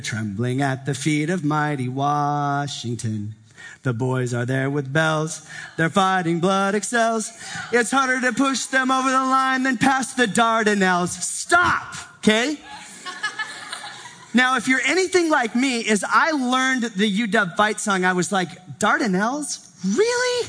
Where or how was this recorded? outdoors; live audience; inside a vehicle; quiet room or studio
live audience